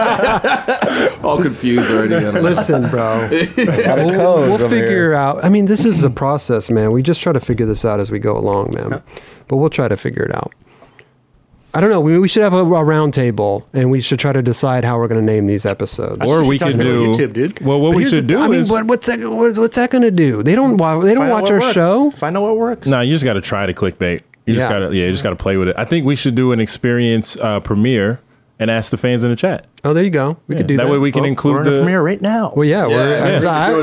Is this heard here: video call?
no